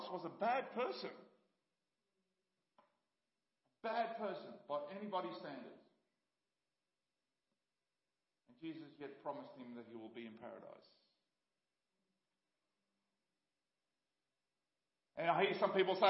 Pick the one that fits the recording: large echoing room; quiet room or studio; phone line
large echoing room